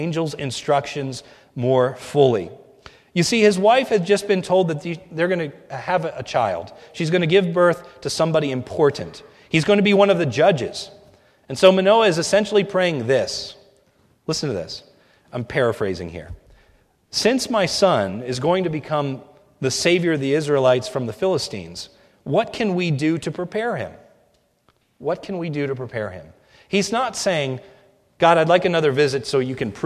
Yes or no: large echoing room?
yes